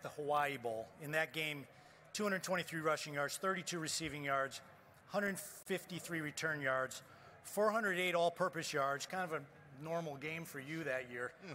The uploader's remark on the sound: Live from the College Football Playoff National Championship